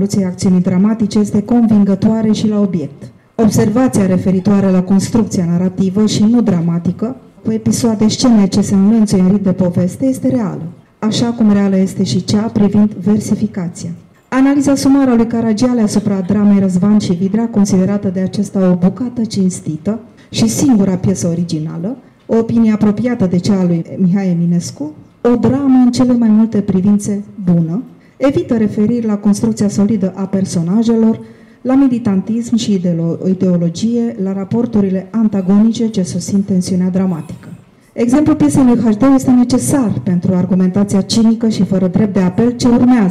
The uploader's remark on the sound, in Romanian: Înregistrare live din sala AGIR, București.